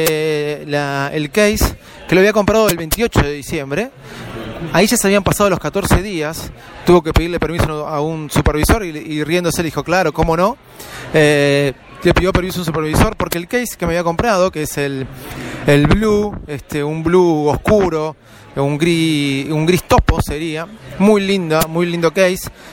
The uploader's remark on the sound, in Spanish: DESDE APPLE STORE EN VIVO